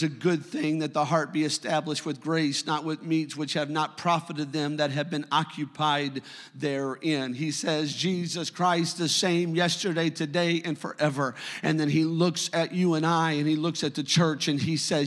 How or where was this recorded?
large echoing room